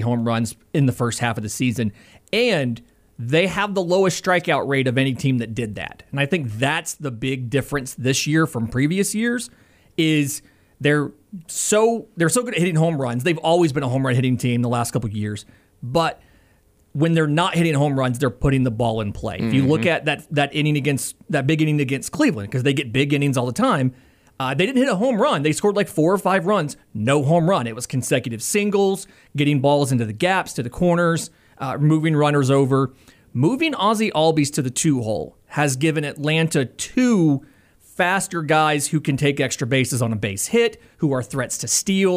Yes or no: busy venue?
no